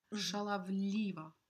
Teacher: Both of the A's are unstressed, and that's why they aren't really a perfect A sound.